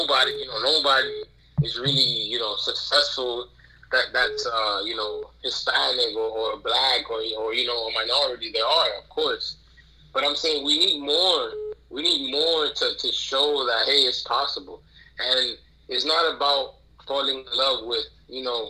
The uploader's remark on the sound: Phone calls